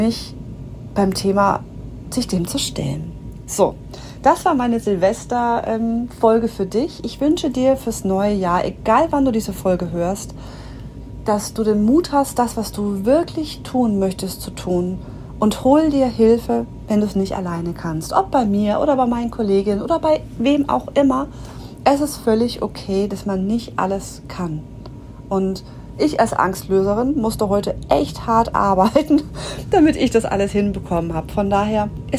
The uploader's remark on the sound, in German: Diese Folge wurde extra für dich direkt noch an Silvester 2023 in der Arktis aufgenommen. Hörst du im Hintergrund leicht das Schippern unseres Schiffes. Diese Folge hätte ich dir auch ohne die authentischen Hintergrundgeräusche anbieten können. Aufgrund des schlechten Empfanges hier auf den Schiff.